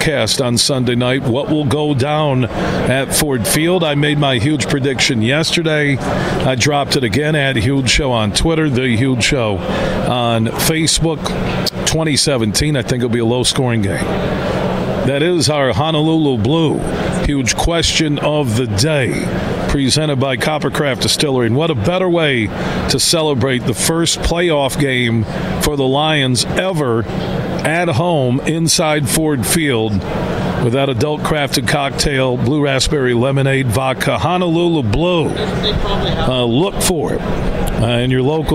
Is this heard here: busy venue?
yes